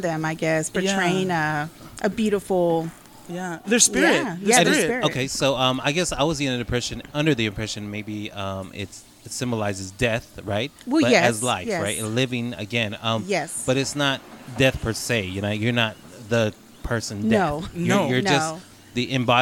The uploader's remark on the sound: On location from Whiskey River Saloon.